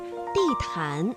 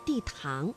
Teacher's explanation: 安呢是前鼻韵母，气流呢是从鼻子前方出来的 · Shown in: first take